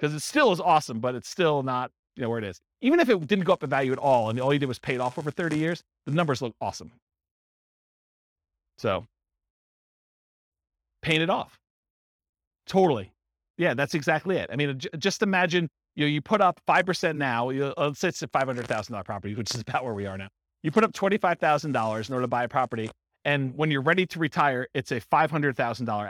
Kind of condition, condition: setting, live audience